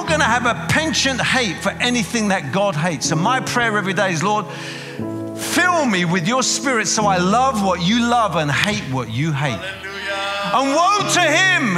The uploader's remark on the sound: preaching at a CCF Ministries in Lowell